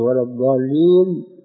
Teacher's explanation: فهي ضاد الرخوة يقترن معها الاستطالة، بحيث لو أراد الإنسان أن يمد نفسه بالضاد ولا الضالين لا استطاع خلافا للضاد الشامية فإنه ينقطع وينصدم. · Term: الضاد العربية الصحيحة